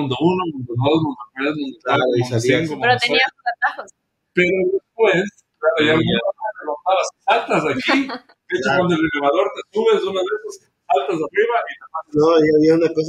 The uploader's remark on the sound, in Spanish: Lamentamos la calidad de audio en este episodio.